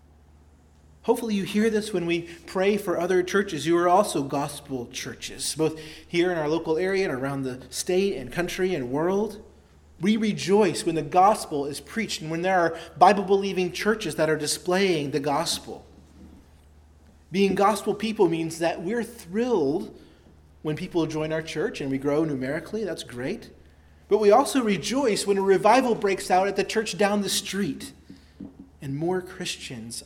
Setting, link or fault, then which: setting, large echoing room